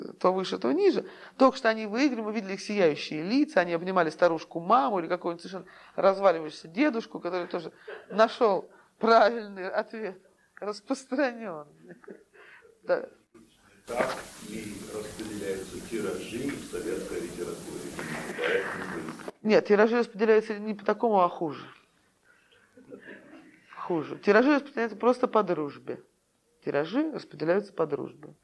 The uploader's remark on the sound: Delivered at the University of Kansas. As part of the Russian Writers in Residence program.